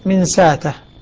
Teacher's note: بإبدال الهمزة ألفا مما قبله